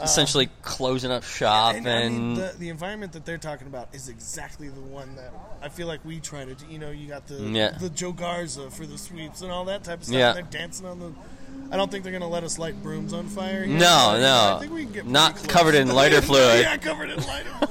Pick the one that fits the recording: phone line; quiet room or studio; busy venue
busy venue